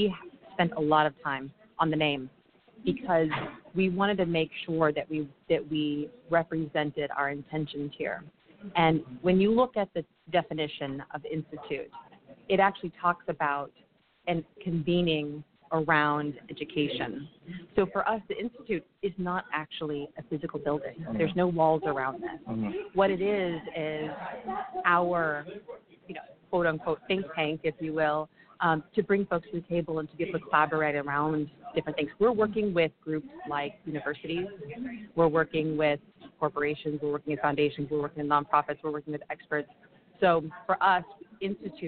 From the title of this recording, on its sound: LIVE from BBCON 2016 - The Blackbaud Conference